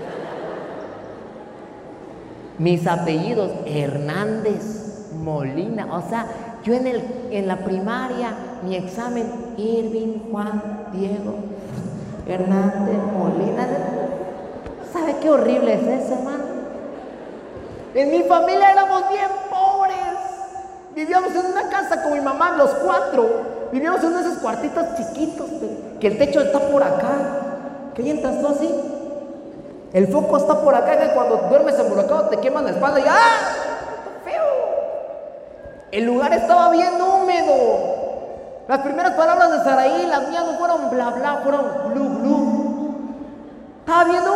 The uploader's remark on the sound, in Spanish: Podcast Grabado en la iglesia Solo Cristo Salva en la ciudad de Comitán en nuestro recorrido 2020.